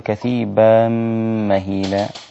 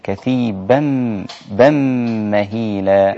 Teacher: لا تجعل هناك فرق بين التنوين والدخول على الميم الساكنة · Shown in: second take · لا تقول كثيبا مهيلا، إنما تقول كثيبا بم مهيلا.